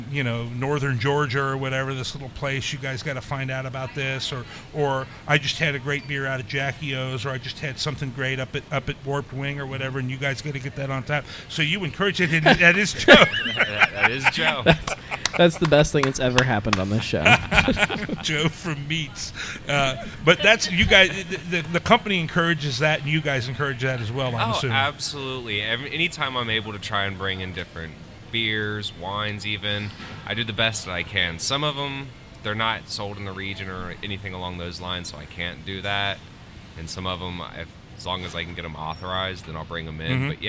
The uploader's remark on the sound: Live At The Kroger Oakley Station Growler Bar